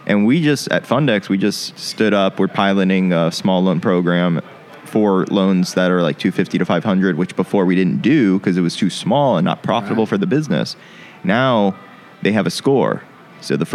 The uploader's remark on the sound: Recorded live at this year’s FLAGGL Small Business Lender’s Conference hosted at The JW Marriott Orlando, Grande Lakes